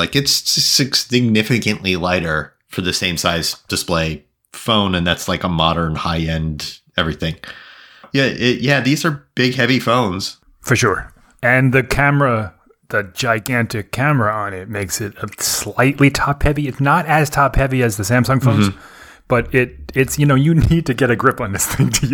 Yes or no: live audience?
no